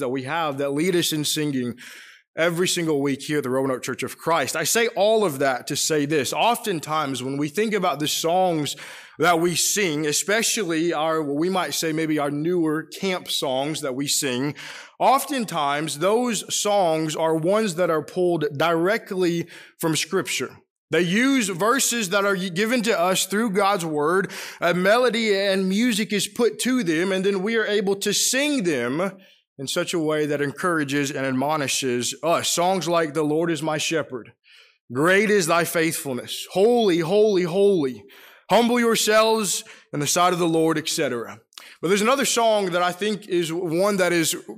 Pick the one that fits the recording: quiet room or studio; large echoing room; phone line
large echoing room